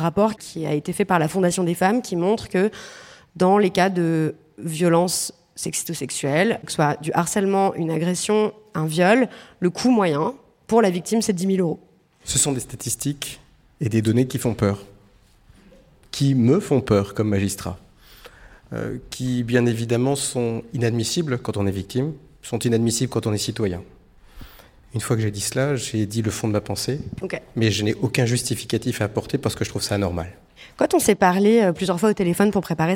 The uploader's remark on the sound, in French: Cet épisode a été enregistré le 12 janvier 2023 dans l’amphithéâtre Érasme de Sciences Po Rennes.